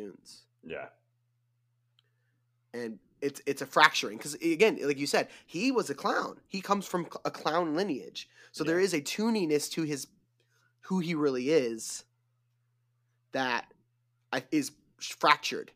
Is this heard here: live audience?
no